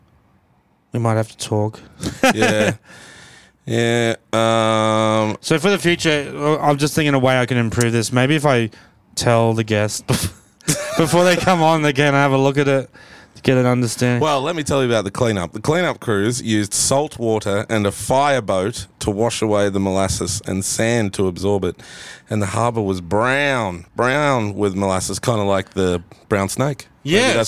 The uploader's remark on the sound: Two large men recording a podcast in a car!